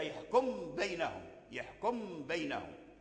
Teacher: وحينئذ لا غنة، ذهبت الغنة، لأن الميم لما أدخل في الباء ذهبت الغنة، لأن الباء لا غنة فيه، فتلقى الباء مشددة · Term: إدغاما